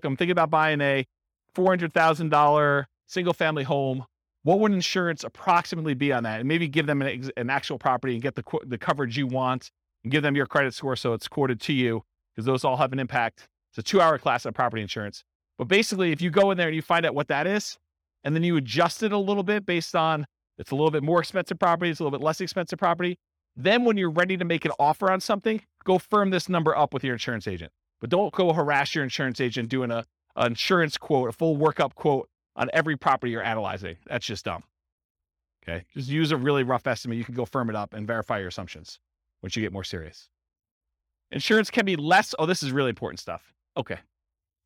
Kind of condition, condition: setting, live audience